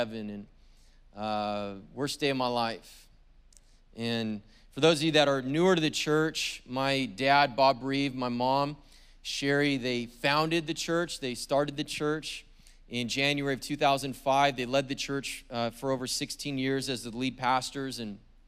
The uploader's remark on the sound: was preached on February 20th at the 10AM service.